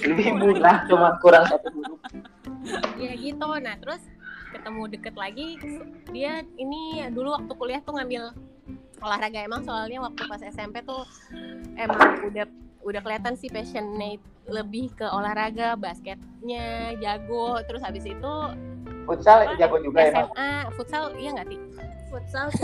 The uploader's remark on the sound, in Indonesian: maafkan soundnya yah aga noisy